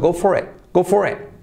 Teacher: Lo mismo, y como E, la T casi se omite, go for it. Fíjate que al hacerlo rápido, esa R de for casi tampoco se dice mucho.